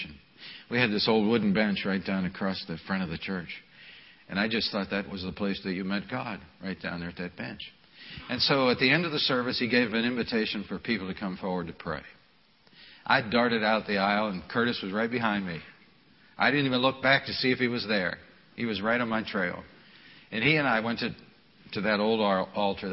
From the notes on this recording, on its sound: This message was delivered at the Memorial service